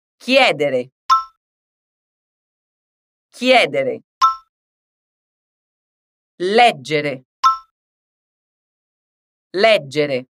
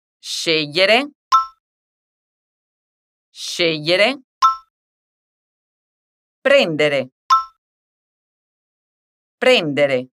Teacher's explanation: o som da vogal mais forte soa um pouco mais fechado, como se tivesse um acento circunflexo. · Shown in: second take · Term: mais fechadinhos